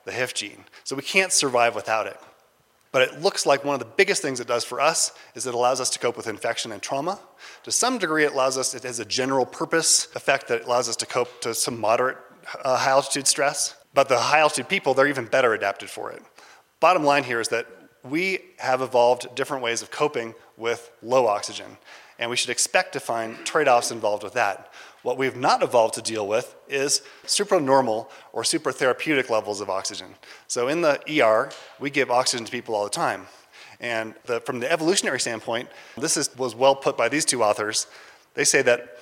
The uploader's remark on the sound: A recording of a lecture from the 2019 Mountain and Emergency Medicine Conference March 22nd at Taos Ski Valley, new Mexico. At this high elevation location (10,200 feet).